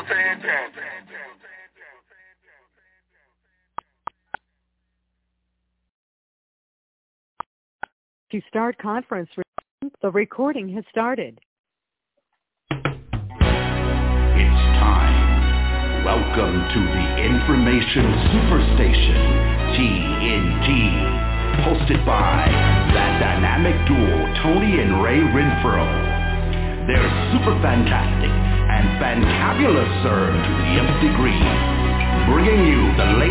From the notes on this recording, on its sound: Conference Call.